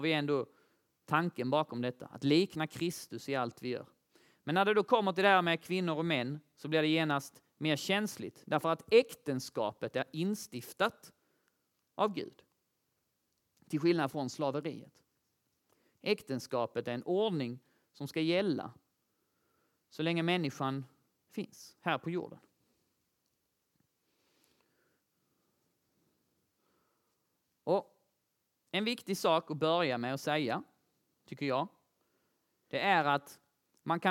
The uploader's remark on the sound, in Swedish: Inspelat under nyårslägret Passion for People 22/23.